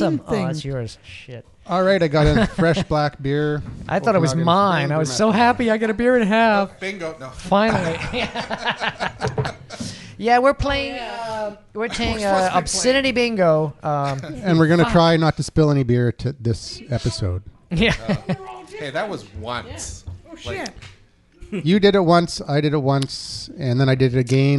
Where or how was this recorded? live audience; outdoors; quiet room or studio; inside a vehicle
live audience